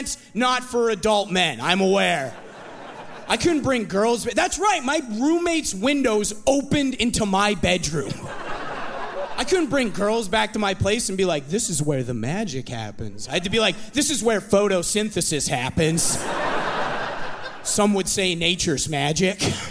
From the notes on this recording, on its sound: From the Winnipeg comedy festival